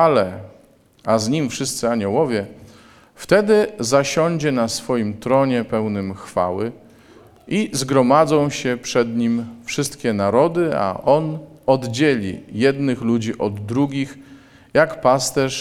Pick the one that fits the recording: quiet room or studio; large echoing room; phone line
large echoing room